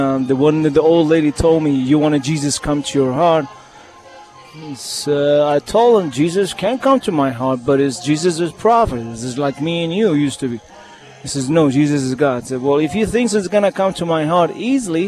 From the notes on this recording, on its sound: “LIVE ON LOCATION TODAY” Middle Eastern Christian Festival.